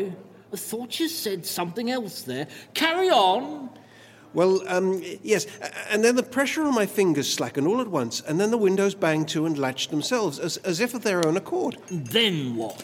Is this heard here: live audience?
yes